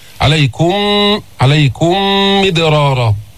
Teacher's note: إدغام متماثلين شفوي، عليكم ميم ساكنة بعدها ميم متحركة، تماثل يقتضي الإدغام